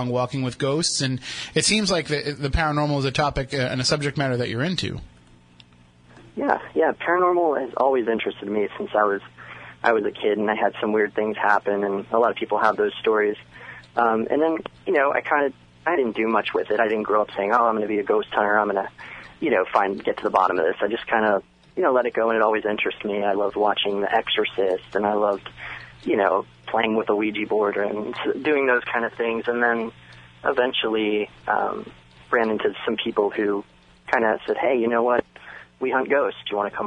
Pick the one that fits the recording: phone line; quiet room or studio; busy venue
phone line